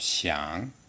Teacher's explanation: So once again, there's the light first tone, xiang, the second tone that rises slightly, xiang, the third tone that goes down and then up